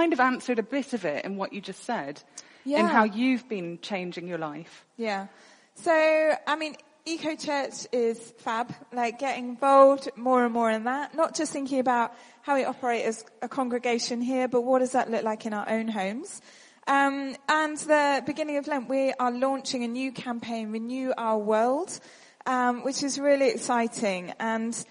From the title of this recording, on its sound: at our shared lunch